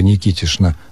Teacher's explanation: переход «ч» в «ш» в отчествах типа Никитишна абсолютно закономерен и также нормативен